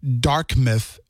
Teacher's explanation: They replace the T, the middle T in Dartmouth, with a K, and they pronounce it Dartmouth.